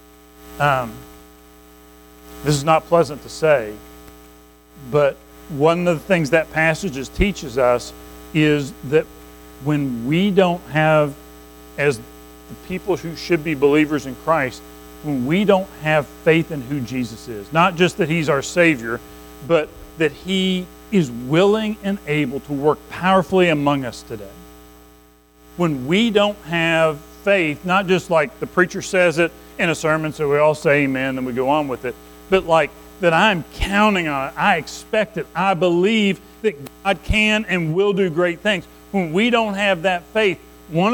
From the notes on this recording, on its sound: Recorded at Madison Baptist Church in Madison WV on May 21, 2023